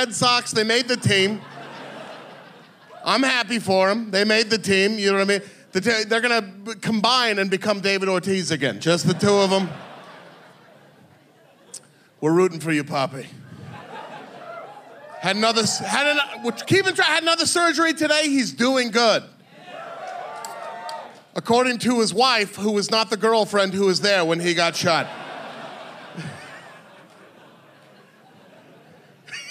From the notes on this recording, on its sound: Another live one for you! This was recorded live in Boston at The Sinclair .